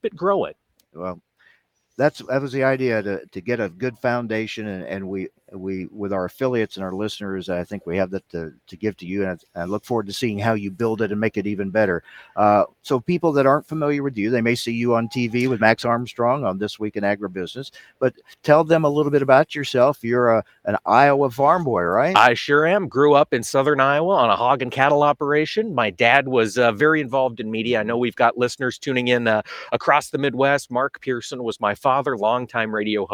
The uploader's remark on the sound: live from NAFB 2021